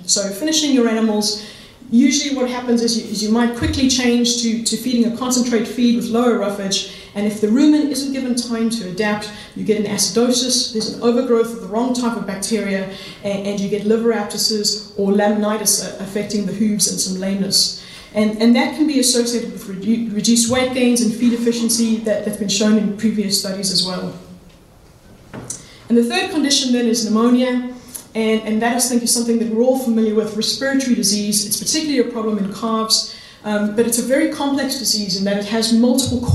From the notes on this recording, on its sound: the four presentations that were given at the Teagasc National Beef Conference panel discussion in December 2022